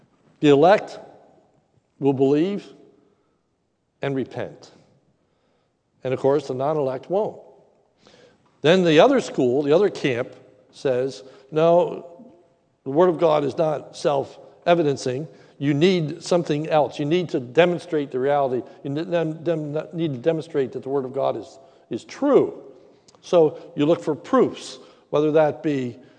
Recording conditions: large echoing room